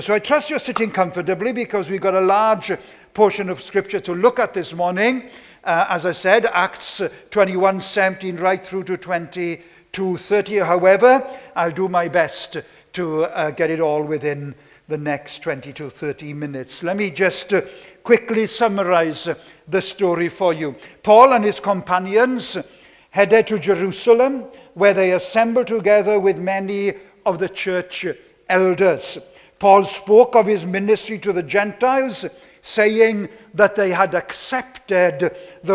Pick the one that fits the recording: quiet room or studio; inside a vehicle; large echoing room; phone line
large echoing room